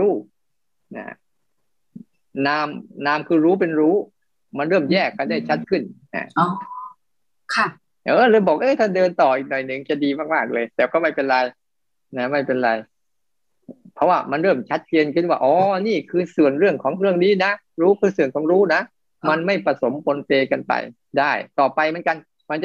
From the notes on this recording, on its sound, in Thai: คอร์สออนไลน์ (ผ่านโปรแกรม Zoom)